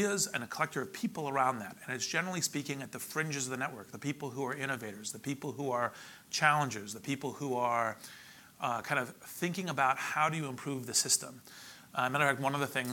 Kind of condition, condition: setting, busy venue